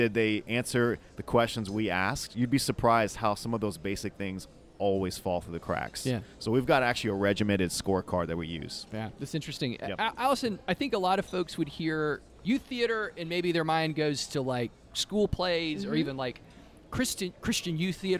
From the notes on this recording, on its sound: This IRL edition of Out to Lunch Acadiana was recorded live over lunch at Tsunami Sushi in downtown Lafayette.